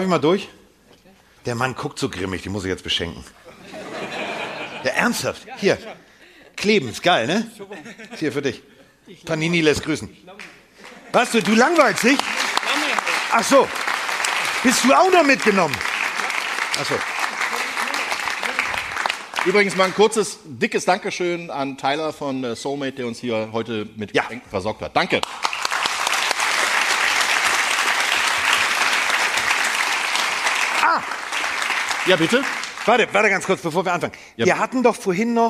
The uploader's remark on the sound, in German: Machen die Weihnachtsfolge Live aus Stuttgart! Volles Haus und wie auch schon in den Städten zuvor eine grossartige Stimmung.